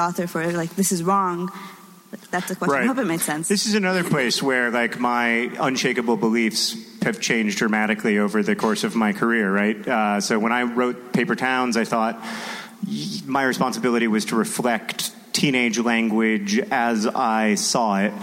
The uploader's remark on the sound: Recorded at NerdCon: Stories in Minneapolis, MN on October 14, 2016.